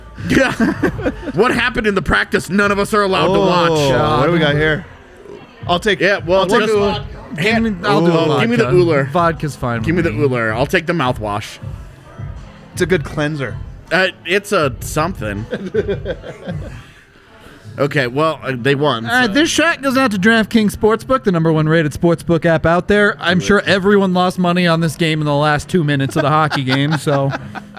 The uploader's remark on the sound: LIVE from the DNVR Bar